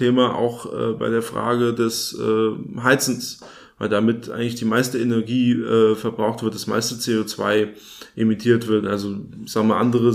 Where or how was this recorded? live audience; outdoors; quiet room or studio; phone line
quiet room or studio